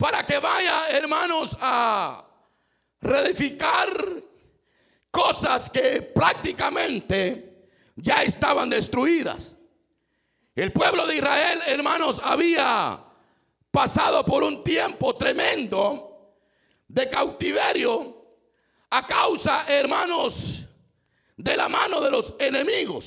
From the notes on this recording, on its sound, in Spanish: Culto 1215pm. En vivo desde Iglesia Palabra Viva, Mclean, VA.